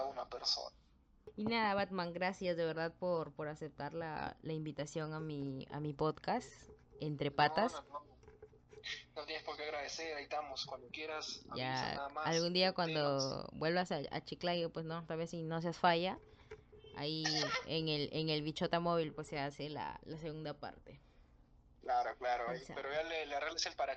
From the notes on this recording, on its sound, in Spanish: Un podcast que no tiene el mejor audio.